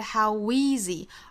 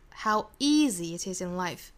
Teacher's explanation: inlife，那这里面的 easy 我倾向于把这个词做重读哈。所以说前面 how 跟 easy 就不用非要连读在一起了，不是 howeasy，而是 how easy it is inlife， howeasy，把 easy 做重读就可以不连读了 · Shown in: second take